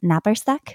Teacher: So it has the rolled R, it has a consonant cluster